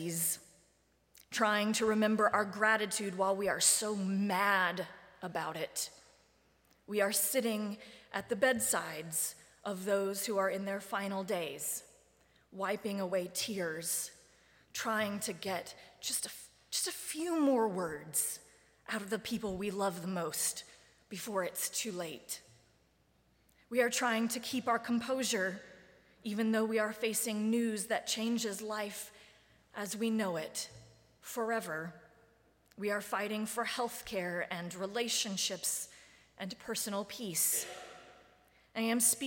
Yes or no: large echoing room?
yes